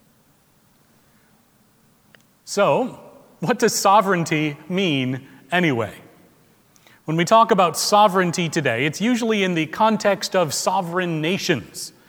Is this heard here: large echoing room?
yes